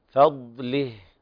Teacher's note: كلمة فضله الضاد ساكنة لا تقلقل